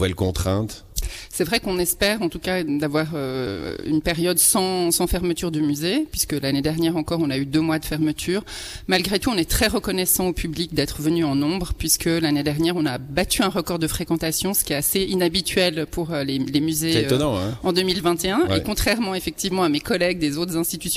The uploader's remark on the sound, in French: Emission spéciale en direct du Musée Jenisch de Vevey